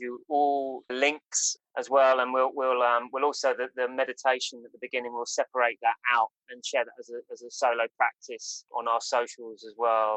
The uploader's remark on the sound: The interview took place over Zoom between the 2nd and 3rd lockdown in the UK. Voice is not great for some reason, however we have done our best to maximize playback quality.